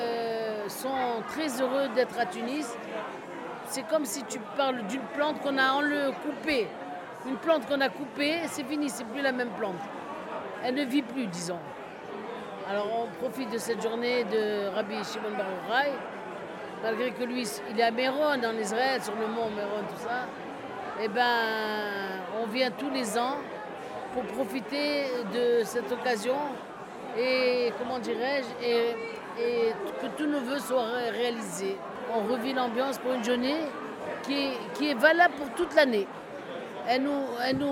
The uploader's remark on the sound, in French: un reportage en direct de Djerba pour le pèlerinage de la Ghriba